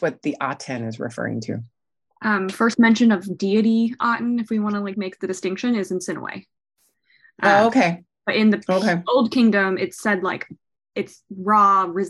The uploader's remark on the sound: This month's Patreon Q&A is a recording from our Live Zoom event on February 18th